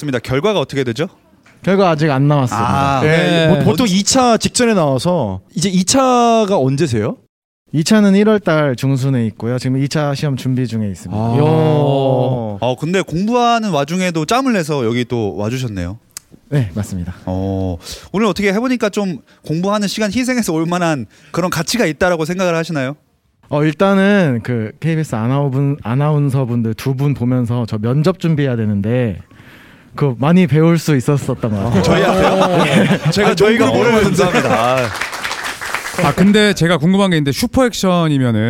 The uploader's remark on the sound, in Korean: 특별 공개방송 "웰컴투 서울버블" 2부